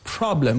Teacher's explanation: If you take the word like problem in English, the first syllable has a stress, problem. There it's longer, it's higher, and also it's more extended than the other syllables. · Term: word-level stress